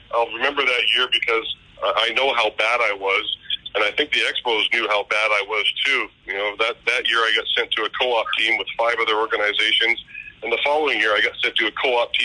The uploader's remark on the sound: TSC presents the official 2020 Baseball Hall of Fame Conference Call. Audio courtesy of and provided by MLB Advanced Media/MLB Pressbox.